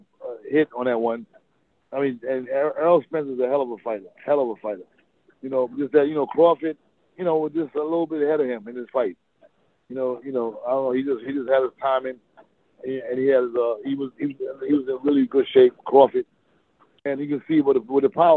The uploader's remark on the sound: The phone interview was live